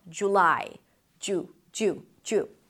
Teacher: In British pronunciation, by the way, you will hear more of an oo sound.